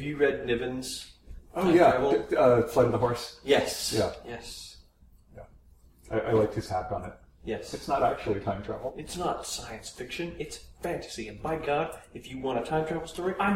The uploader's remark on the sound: a collection of sound clips from the Rogues Retreat in Austin, Texas this past July